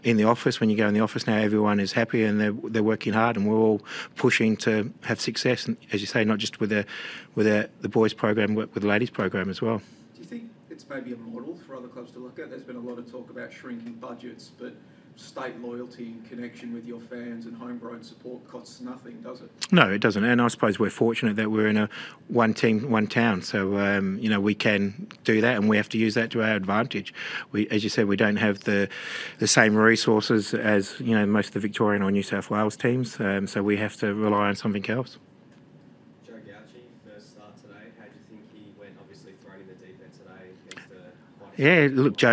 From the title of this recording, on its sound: Post-match Press Conference